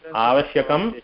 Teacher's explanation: ma is coming from the nasal as well as from your mouth. That is how the sound is going to come for makaram.